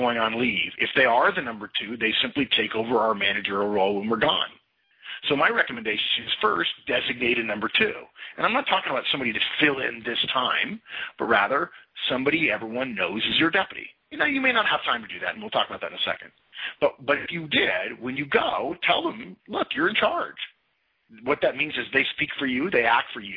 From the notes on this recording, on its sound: March 2011 Conference Call.